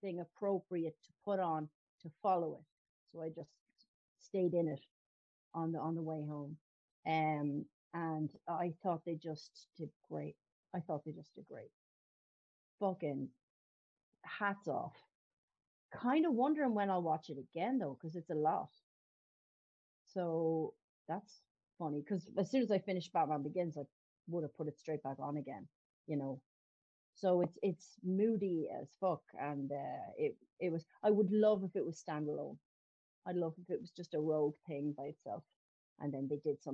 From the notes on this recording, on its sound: The Pubcasters catch up over video chat.